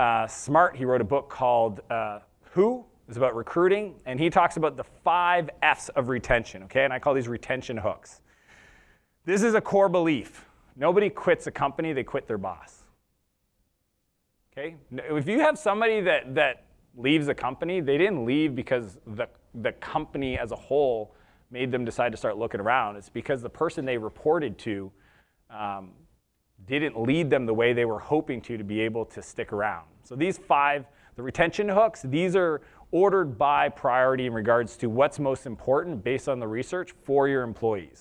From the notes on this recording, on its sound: This episode was his keynote session from SaaStock West Coast 2019.